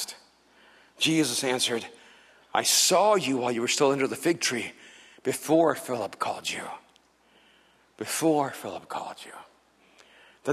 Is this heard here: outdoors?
no